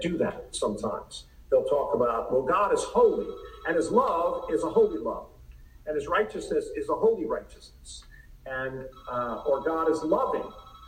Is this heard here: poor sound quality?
yes